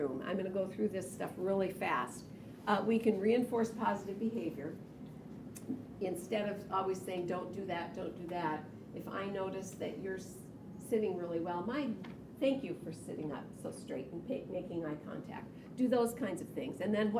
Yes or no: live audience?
yes